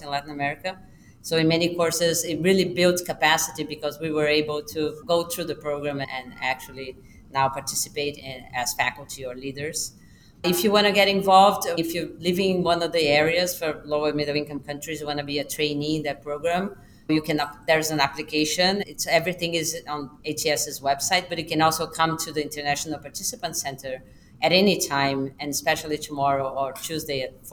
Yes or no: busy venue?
yes